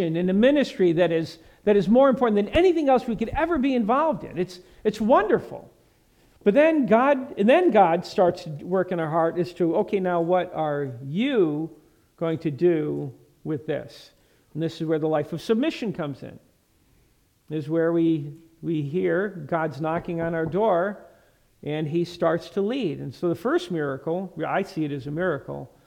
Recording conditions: large echoing room